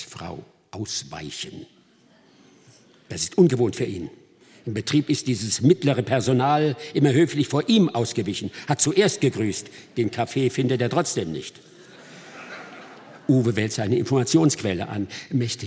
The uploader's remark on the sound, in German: Mitschnitt des Konzertes vom 21. Dezember 2022 aus dem hr-Sendesaal in Frankfurt, Teil 1.